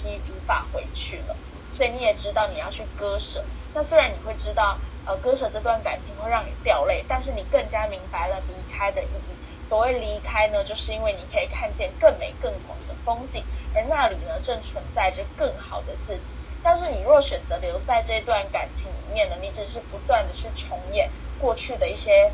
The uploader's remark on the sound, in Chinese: 本集因收音問題，有點雜訊